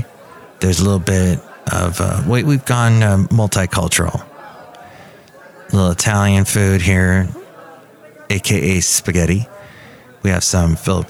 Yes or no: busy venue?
yes